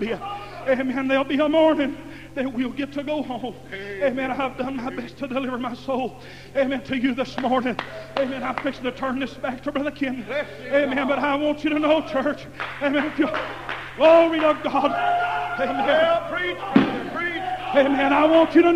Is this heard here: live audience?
yes